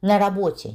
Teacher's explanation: Несмотря на наличие гласной в предлоге «на», там нет ударения на работе, у нас ударение на «о» в слове «работа». · Term: фонетическим словом